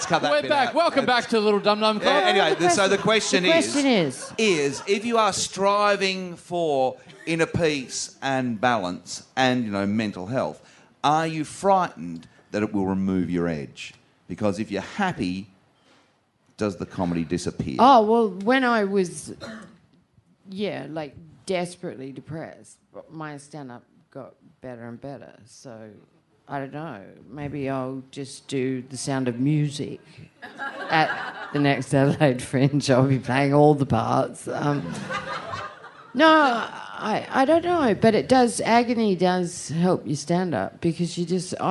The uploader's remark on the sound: Recorded LIVE at The Rhino Room in Adelaide on February 13, 2016.